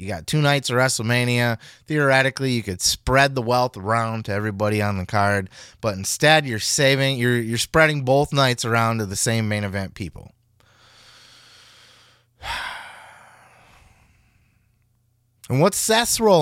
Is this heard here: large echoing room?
no